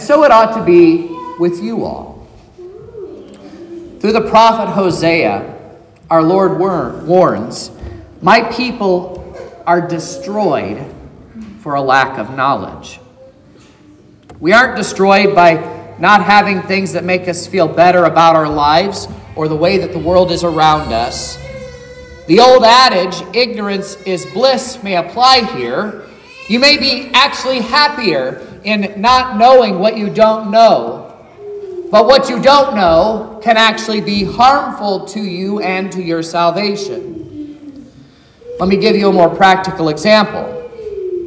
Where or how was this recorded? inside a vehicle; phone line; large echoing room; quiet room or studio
large echoing room